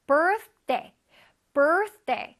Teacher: 근데 원래 TH면 혓바닥이 나와야 되잖아요. 근데 day 때문에 나오기가 쉽지 않아. · Term: TH 발음